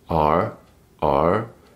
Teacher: if you wanted to sound a bit more American or have that twang, you could just start maybe curling your R